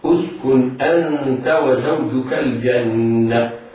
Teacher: الجنة لام أل حكمها الإظهار القمري لوقوع الجيم بعدها، النون في كلمة الجنة حرف أغن مشدد يغن بمقدار حركتين